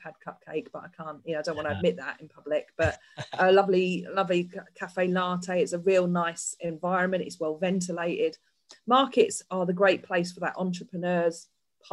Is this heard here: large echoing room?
no